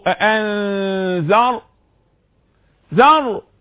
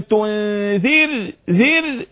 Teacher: وعندما أقول أأنذر ذر يبقى الراء مفخم، أم لم تنذر ذر يبقى الراء مرقق